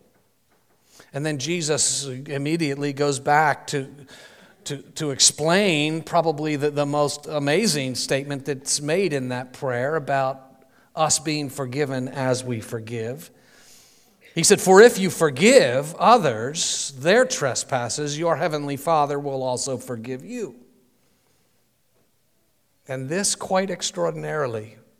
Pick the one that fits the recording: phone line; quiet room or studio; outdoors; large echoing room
large echoing room